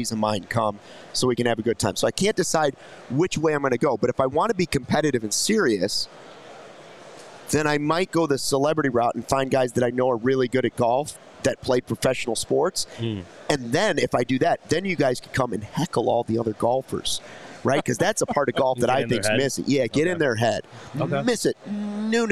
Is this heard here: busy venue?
yes